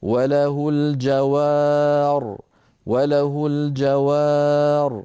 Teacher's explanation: أيضا ننبه هنا على أن الراء مفخمة وليست مرققة